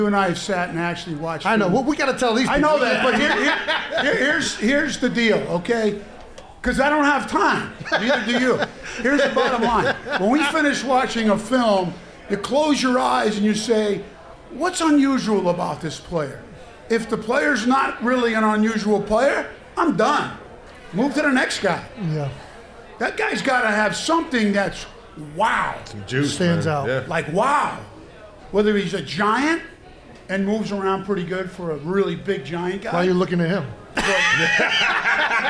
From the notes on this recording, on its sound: The Beer Bowl was recorded live at the world-famous Ocean Drive bar in Sea Isle City, New Jersey to support the Eagles Autism Foundation.